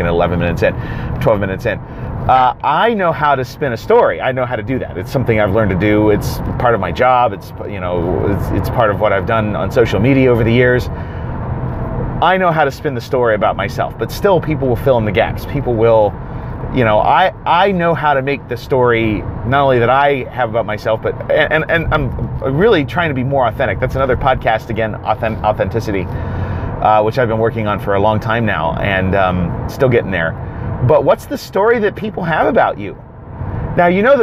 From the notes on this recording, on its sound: I wonder about a lot of things on the way to work and I am in my car… and I have a phone, so I thought I would just record some thoughts on some things I wonder about!